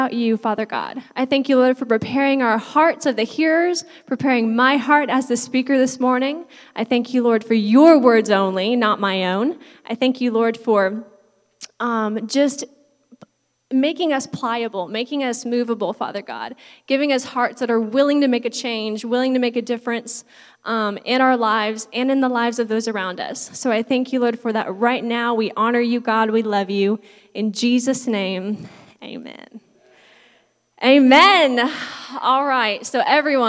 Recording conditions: large echoing room